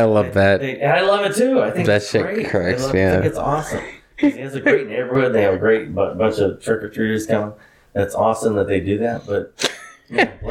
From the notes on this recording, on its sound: After a late dinner at Wisconsin Dells. I apologize in advance for the hollow sound quality. We were in a cabin.